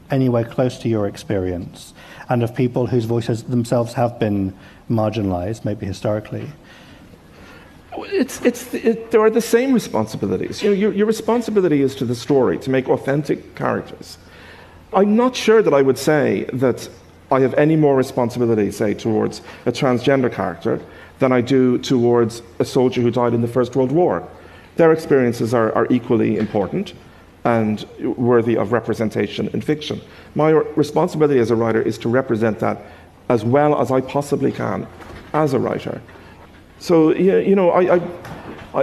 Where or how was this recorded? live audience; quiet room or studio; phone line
live audience